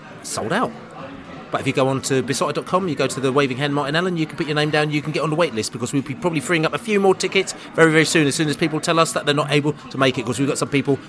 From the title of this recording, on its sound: podcast from the Pub